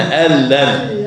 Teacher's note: يبقى نون ساكنة بعدها لام، أدي إدغام بغير غنة